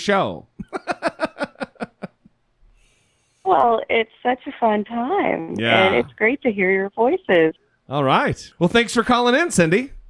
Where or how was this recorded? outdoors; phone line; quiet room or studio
phone line